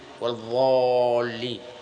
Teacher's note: ينطق بهذه الضاد ضاء مغلظة أيضا، يغلظها، نعم، يملأ فمه منها